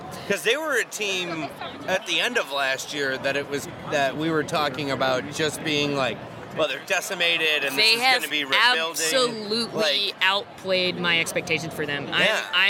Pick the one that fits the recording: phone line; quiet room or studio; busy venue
busy venue